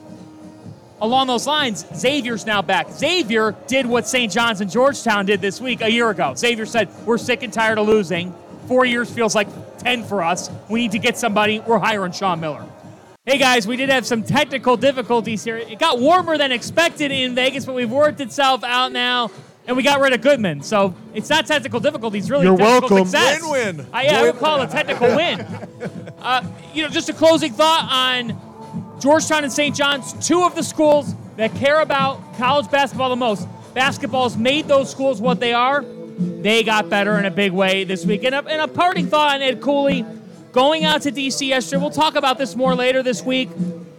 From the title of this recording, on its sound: live from Stadium Swim in Las Vegas